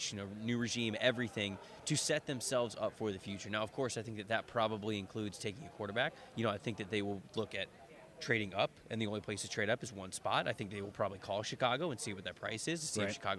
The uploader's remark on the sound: Live from the NFL Combine in Indianapolis.